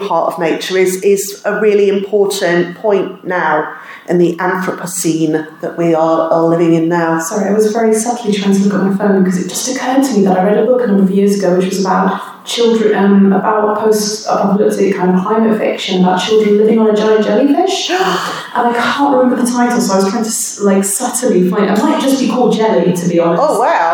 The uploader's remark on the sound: Recorded at Reclamation 2022, the British Science Fiction and Fantasy Fan convention.